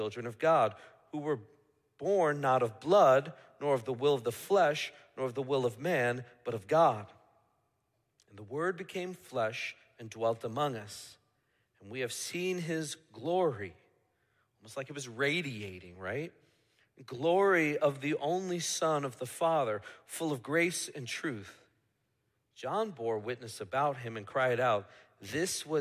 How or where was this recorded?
large echoing room